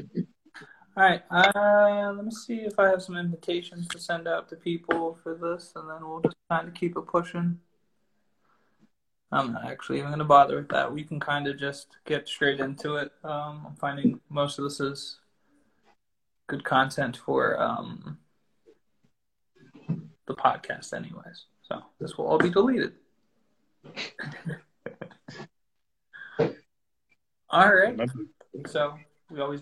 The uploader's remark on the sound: Instagram Live